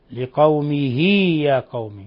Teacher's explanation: فأشبعنا الكسرة فصارت ياء، ولهذا يسمى هذا مد صلة صغرى